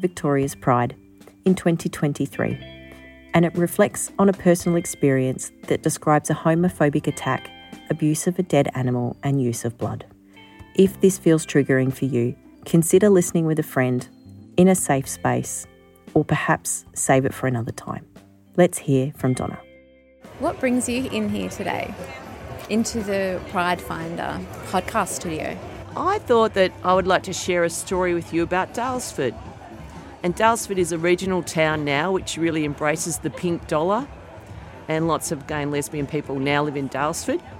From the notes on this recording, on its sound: This episode was recorded at the Victoria's Pride Street Party, so you may hear some of the festivities of the day in the background.